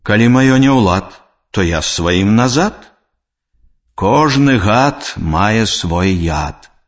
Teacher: Звонкі зычны «д» на канцы слова аглушаецца і вымаўляецца як зычны «т».